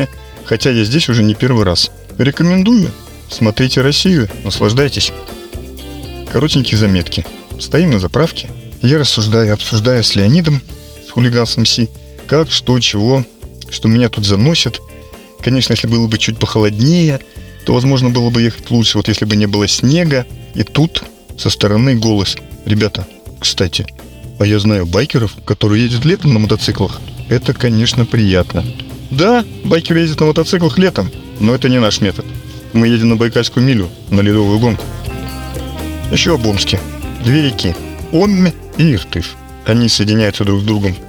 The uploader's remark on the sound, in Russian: На пути к Байкалу - город Ишим. Цель путешествия - фестиваль скорости Байкальская Миля 2023. Записано в полевых условиях.